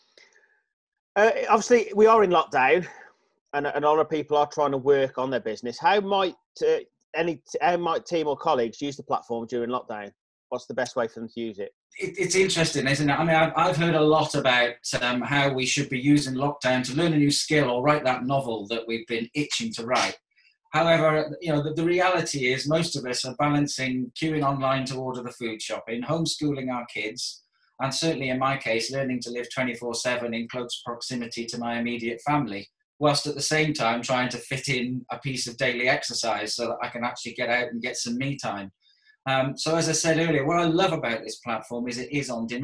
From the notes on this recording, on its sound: This video was recorded over Zoom during the lockdown for Coronavirus in May 2020.